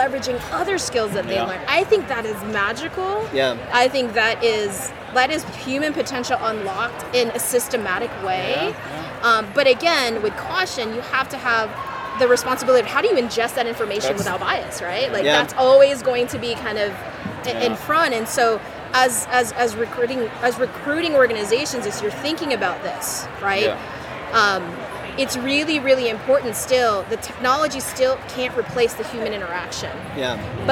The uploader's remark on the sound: live from the Transform Conference in Las Vegas